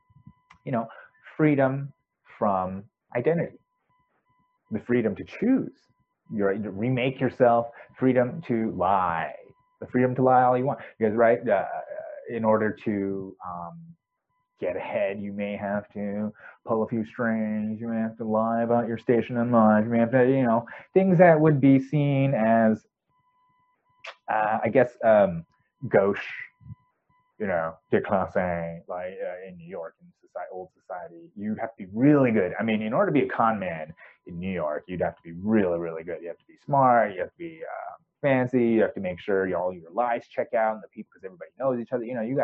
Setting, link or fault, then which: fault, poor microphone